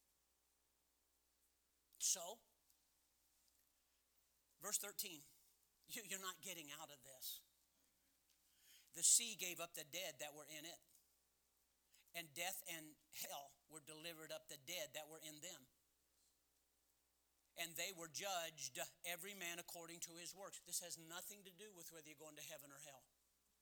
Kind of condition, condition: setting, large echoing room